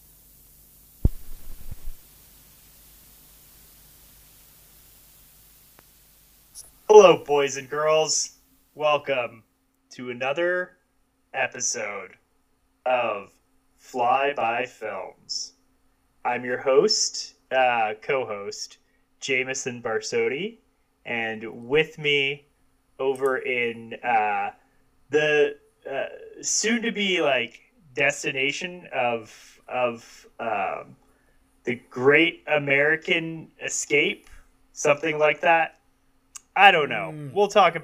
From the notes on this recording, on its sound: the audio is a little wonky on this one